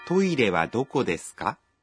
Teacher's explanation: Trong tiếng Nhật khi đặt câu hỏi, chúng ta thường thêm ka vào cuối câu và lên giọng khi nói